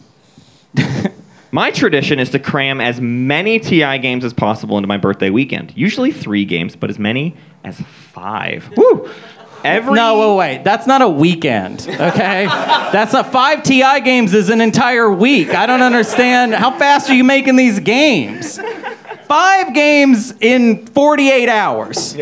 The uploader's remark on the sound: This episode was recorded LIVE at the Helium Comedy Club in Indianapolis, IN during the week of GenCon 2023!